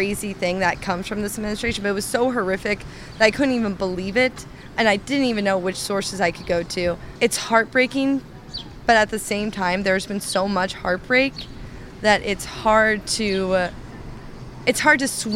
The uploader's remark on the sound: Voices in the Street asks Bloomington residents their opinion. Voices in the Street is produced by WFHB.